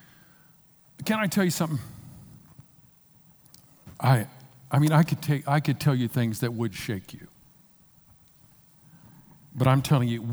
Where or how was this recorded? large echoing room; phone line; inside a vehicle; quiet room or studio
large echoing room